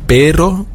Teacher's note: pero, das wird vorne etwas gerollt. Und dann gibt es auch noch ein Doppel-R, das wird dann noch schlimmer.